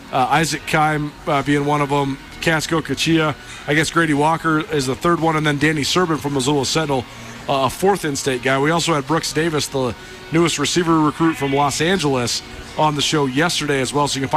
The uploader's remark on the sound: LIVE from downtown Bozeman after Montana State's football media day.